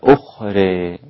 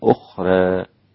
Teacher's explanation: كلمة أخرى ممالة عند الإمام حمزة والكسائي وخلف، وكذلك أبو عمرو، وقللها ورش · Shown in: first take · Term: الإمالة